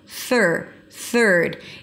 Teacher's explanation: Bring the tongue up for the TH and pull it in immediately for the R. There is no vowel in the middle. · IPA: θɜːɹd